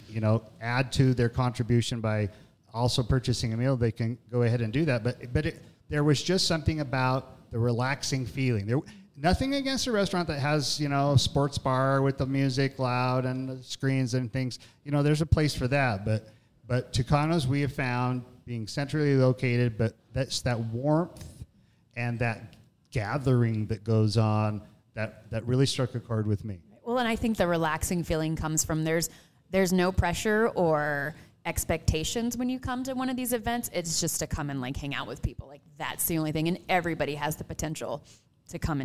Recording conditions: busy venue